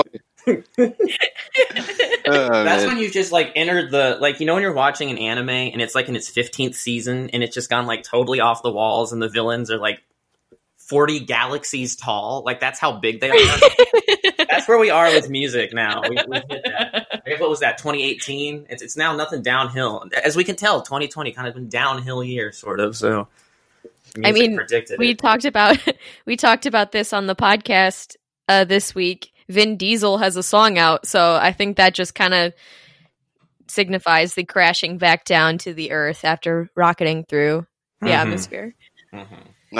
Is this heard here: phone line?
no